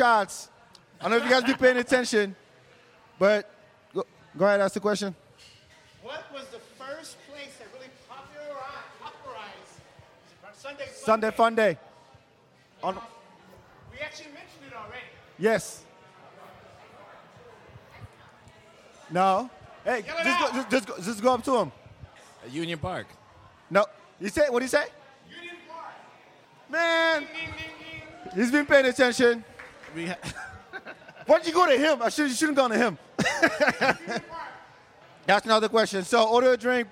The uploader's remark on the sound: Sunday Funday Live From Lavaca Street Bar at Rock Rose.